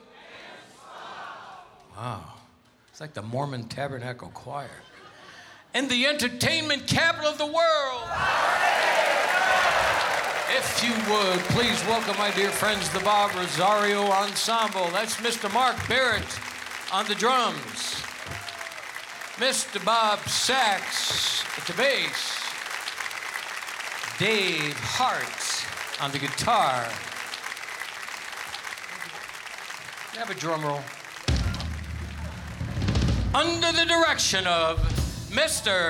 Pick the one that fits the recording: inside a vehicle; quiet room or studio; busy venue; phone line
busy venue